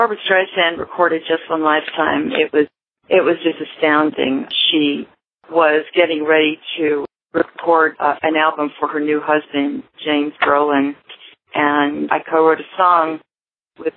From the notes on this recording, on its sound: She called in, and it was one of those very relaxed phone interviews, for radio.